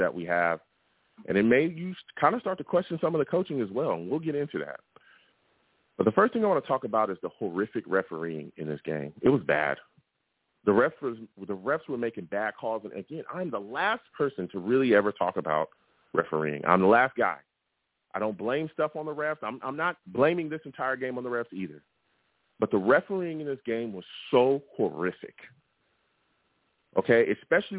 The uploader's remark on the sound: I also take live callers!